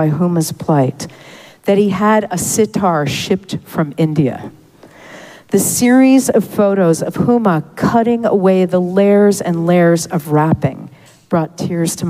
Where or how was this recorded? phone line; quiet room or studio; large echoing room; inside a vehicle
large echoing room